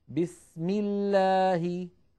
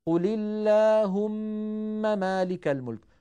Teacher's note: إذا سبقت بكسرة فإن لفظ الجلالة ترقق لامه، نحو بسم الله، هنا لفظ الجلالة سبق بكسرة الميم.